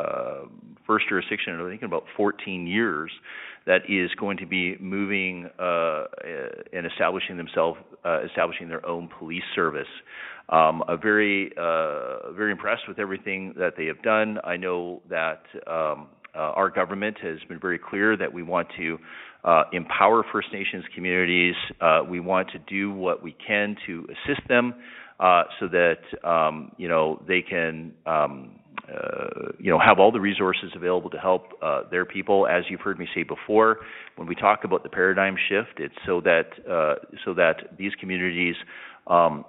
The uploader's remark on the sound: Interactive telephone town hall. Public Safety Telephone Town Hall (Rural Alberta).